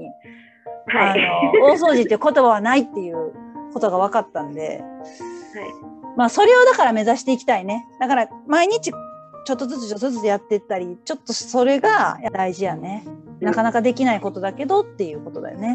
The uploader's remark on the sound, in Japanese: Zoomインタビューです。